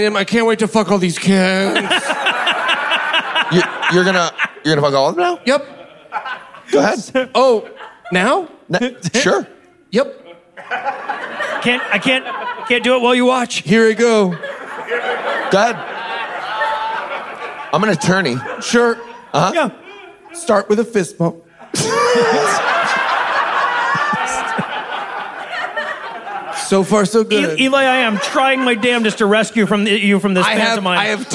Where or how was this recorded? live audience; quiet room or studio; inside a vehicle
live audience